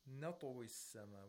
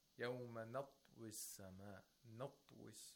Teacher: We have to make sure that the ta, the sound of it, is heard. Even though it's sakin, there should be a kind of movement, a vowel-like movement when pronouncing the ta. · Shown in: first take · Term: qalqala